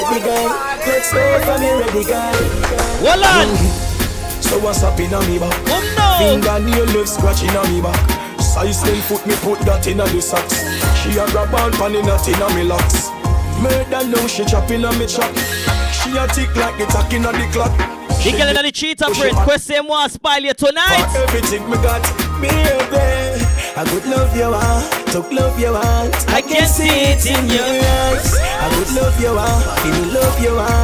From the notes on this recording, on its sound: LIVE AUDIO FROM #CLUBEMOTIONS